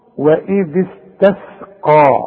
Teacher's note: الكلمة دي كلها فيها القاف فقط مفخمة